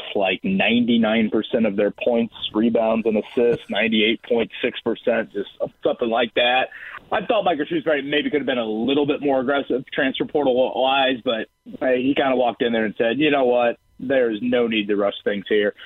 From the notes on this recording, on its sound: He takes several calls from listeners who have their own thoughts on Indianapolis’ biggest sports moment! He takes another phone call from a listener of the show!